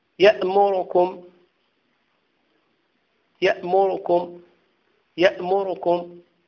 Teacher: وكذلك في قوله عز وجل يأمركم، هذا بالنسبة للراء عليها الضمة، فتخفض الصوت في الراء وتختلس، يأمركم يأمركم يأمركم، لو قرأت بدون اختلاس أقول يأمركم، رو رو روكم، هو دقيق دقيق ليس ملزما. · Term: الاختلاس